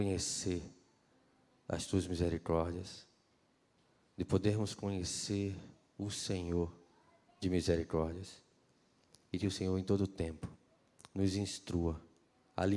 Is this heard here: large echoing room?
yes